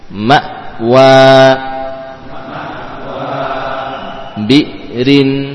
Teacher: dalam penekanan dalam makhraj hamzah sehingga suara tidak mengalir ya, tapi langsung berhenti